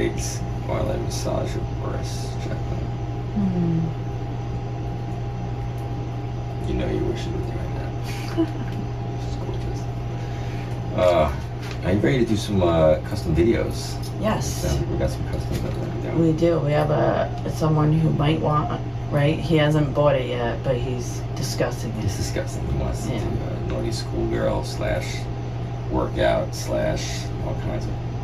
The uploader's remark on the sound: A Tub Of Hot Water In Cape May. This one is a little funky, you’re gonna hear some wacky stuff here, like a lot of gurgling noises.